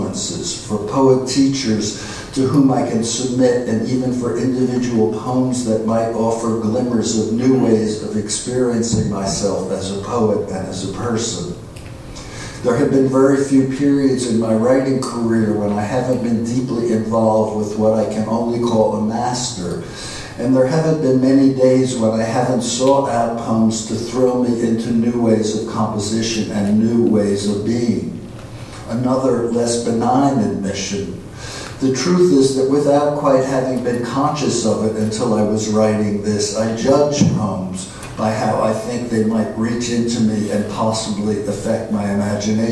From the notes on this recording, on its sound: at the Worlds Literature Festival Salon